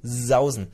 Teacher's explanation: Es gibt kein stimmloses S am Anfang eines Wortes.